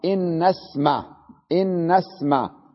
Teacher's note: الألف همزة الوصل مكتوبة لكننا لا نلفظها